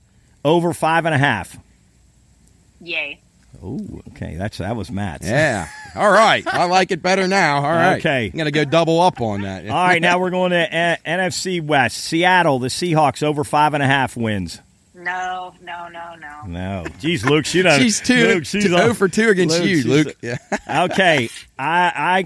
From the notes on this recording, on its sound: On the phone from the great state of Texas